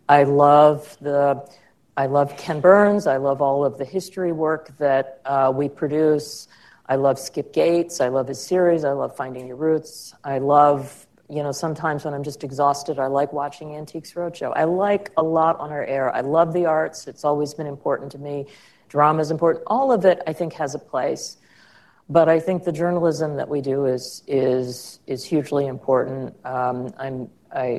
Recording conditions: live audience